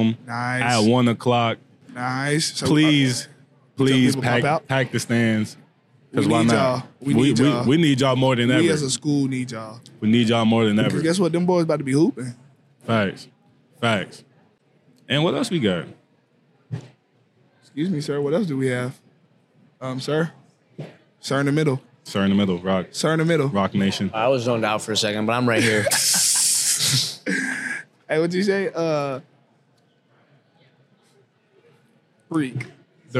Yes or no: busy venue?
yes